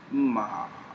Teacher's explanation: it starts in the middle, drops down, and comes up slightly. · Term: third tone